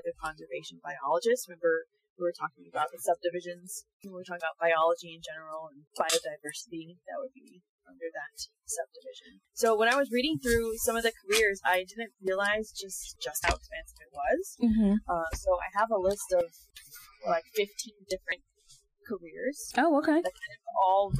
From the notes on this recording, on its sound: those audio issues we mentioned last time, continued